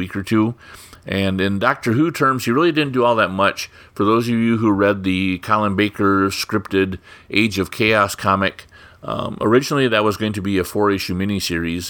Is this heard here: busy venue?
no